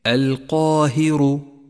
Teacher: القاهر، لاحظ تفخيم حرف القاف، القاهر حرف استعلاء مفتوح بعده ألف، بالغ في تفخيمه، القاهر. لاحظ الراء المفخمة من نفس الكلمة، هي مفخمة في هذا الموضع لأنها مضمومة ولذلك ميزت باللون الأزرق الغامق.